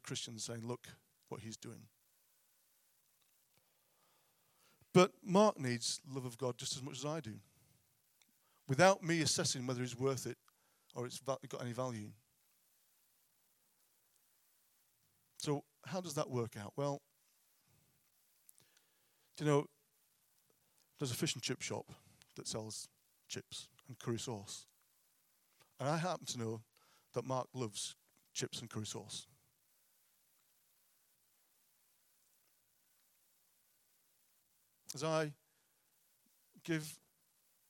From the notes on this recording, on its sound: at King's Church, Cockermouth.